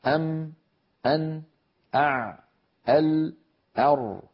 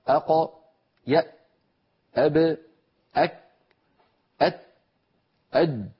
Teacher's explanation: كل هذه الحروف الشديدة من حروف أجد قط بكت زمنها أقصر من زمن الحرف البيني · Shown in: second take